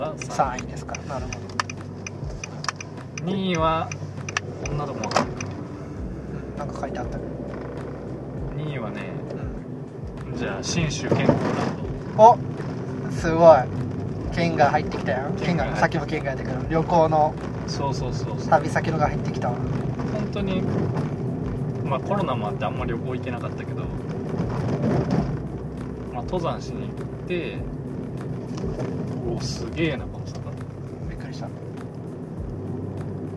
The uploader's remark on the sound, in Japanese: テントサウナの聖地「飛雪の滝キャンプ場」まで車で往復7時間。車中トークです。音質悪めですが。